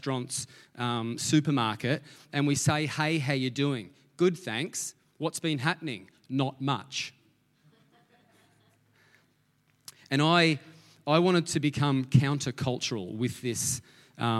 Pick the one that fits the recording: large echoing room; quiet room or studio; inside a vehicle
large echoing room